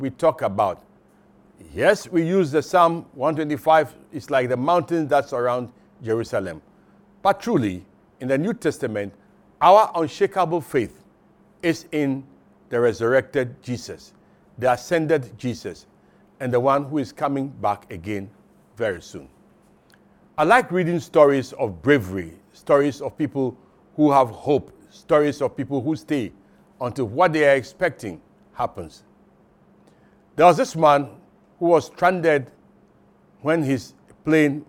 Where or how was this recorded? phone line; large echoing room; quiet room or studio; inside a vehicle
large echoing room